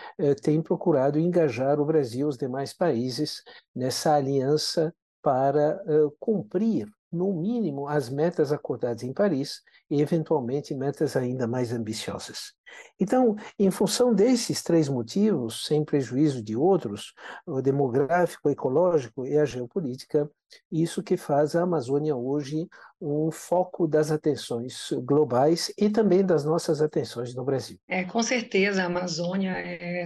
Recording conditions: video call